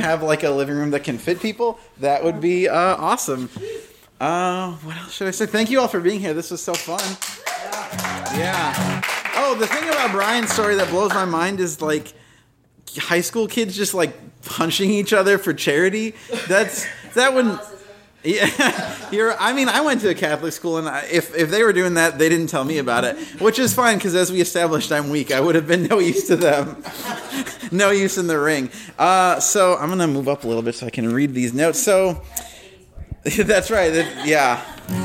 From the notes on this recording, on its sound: Thunderdome (House show). We're popping up all over the place, including living rooms! From a very lovely coach house this past Saturday night, here's our first ever official house show.